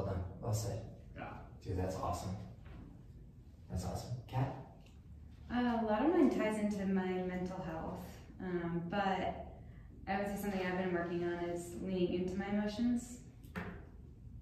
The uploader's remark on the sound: Today's episode is taken from a live event. At the event Unleash Your True Potential, we asked two members of the audience to share the best skills that they use to balance their daily lives.